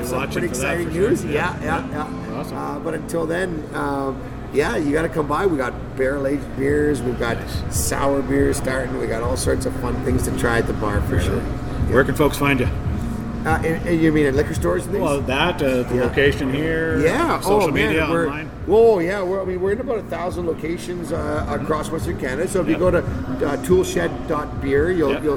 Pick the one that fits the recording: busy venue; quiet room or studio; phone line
busy venue